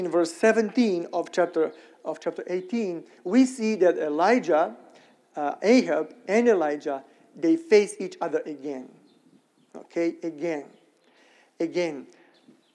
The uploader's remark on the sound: Sermon recorded at Middle East University church.